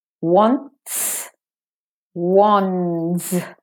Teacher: The N, the T, and the S, you keep them up on the alveolar ridge. It's just the tip of your tongue moves slightly, nanometer type movement, or changes its shape.